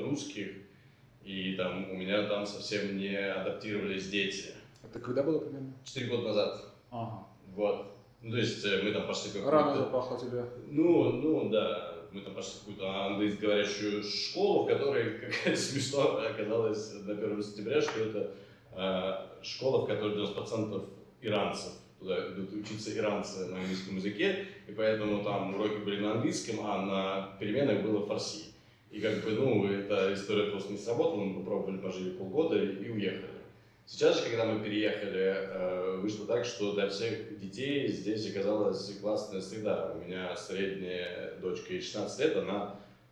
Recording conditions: echo